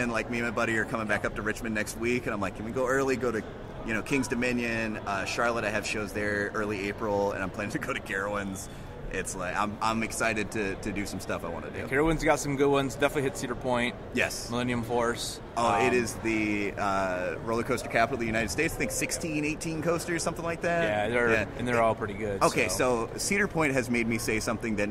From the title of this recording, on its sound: LIVE from Galaxycon!